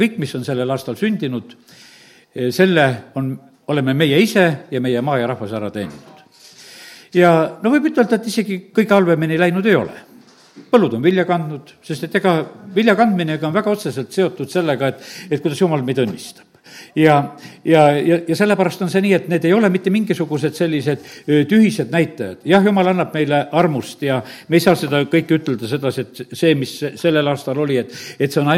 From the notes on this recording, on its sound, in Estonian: Audio salvestus koosolekult